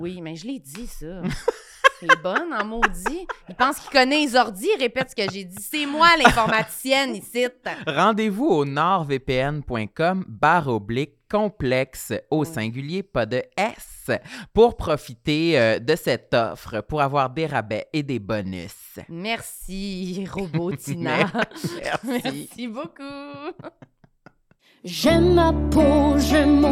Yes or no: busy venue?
no